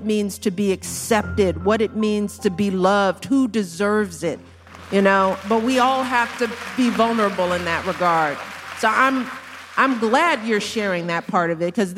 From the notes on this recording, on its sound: While on her book tour for “The Light We Carry,”. In front of a live audience. Special thanks to Higher Ground Media for providing Making Space with this audio.